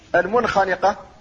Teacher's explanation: المنخنقة هذه نون ساكنة قبل الخاء وهي من أحرف الحلق فتظهر ينطق بها، وهذا الإظهار لا يقصد به القلقلة.